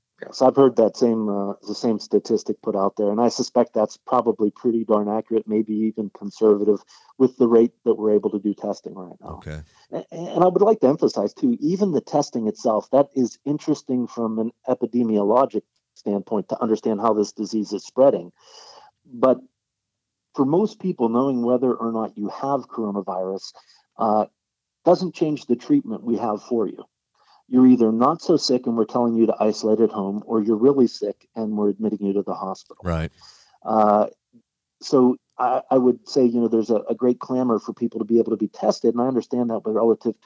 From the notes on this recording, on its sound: joins us via telephone